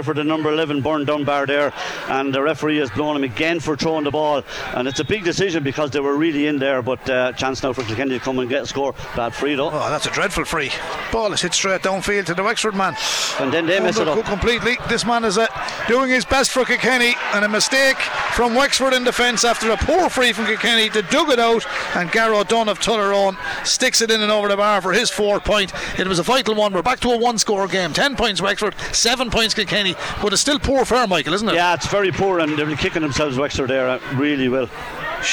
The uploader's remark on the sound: We were in UPMC Nowlan Park. Live in the stands.